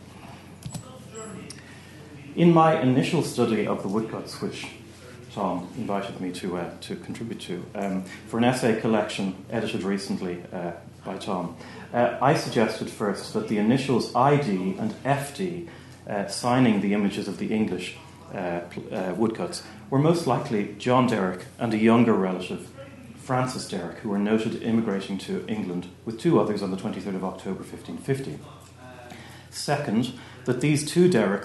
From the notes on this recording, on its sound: at the 2022 Tudor and Stuart Ireland Conference